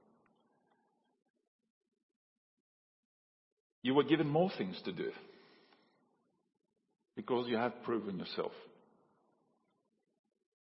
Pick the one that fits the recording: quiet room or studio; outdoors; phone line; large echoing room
large echoing room